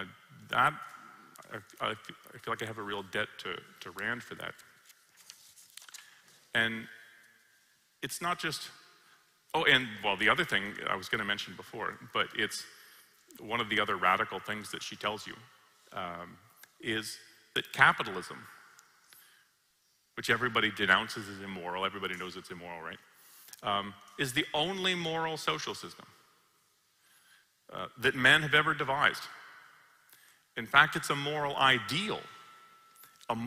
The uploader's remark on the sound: Recorded live at Ayn Rand Con Europe 2023.